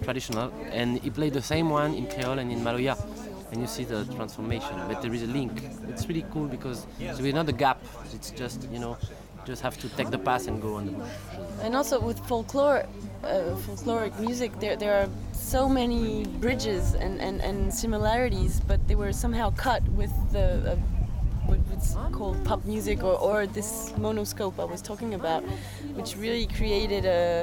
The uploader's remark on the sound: While delivering workshops and panel discussions at Shambala Festival in 2016, we interviewed some of the great women performing at the event over the weekend.